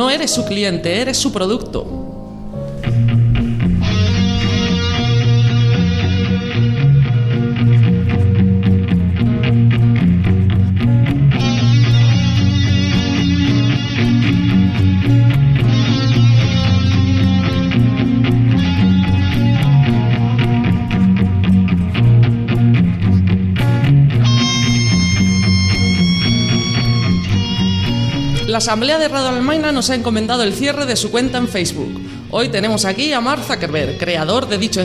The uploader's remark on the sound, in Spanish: Dentro del maratón radiofónico en directo “Almaina al Sol“, celebrado el pasado 30 de enero en la sala de artes escénicas El Apeadero (Granada).